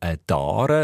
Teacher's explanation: ein Dare mit einem weicheren D am Anfang